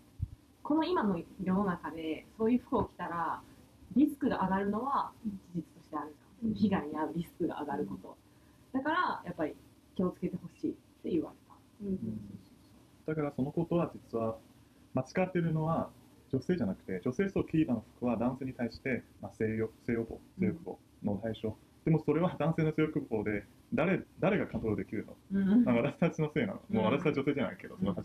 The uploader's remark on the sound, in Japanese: オーディオの音質が機材の制限により、あまり良くなくてすみません！